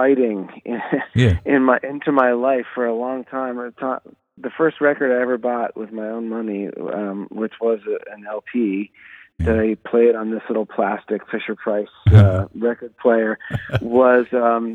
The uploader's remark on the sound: phoning in from a wintery Boston